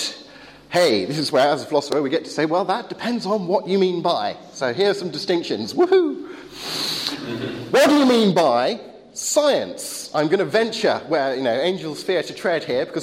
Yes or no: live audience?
yes